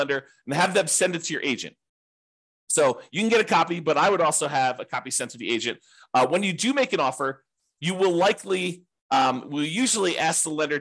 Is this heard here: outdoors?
no